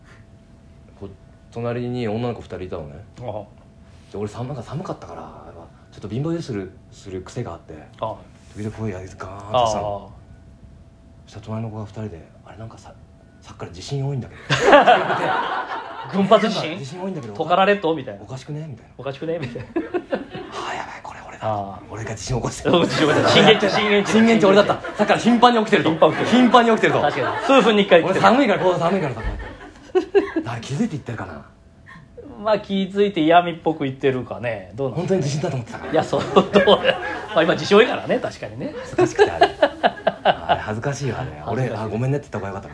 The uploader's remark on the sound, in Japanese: 公開収録4大須の話。